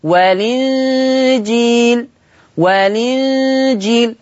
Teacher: هنشيل الهمزة وناخد الحركة نحطها على اللام، ننقل حركة الهمزة لللام، عشان كده سميها نقل، فتبقى لام مكسورة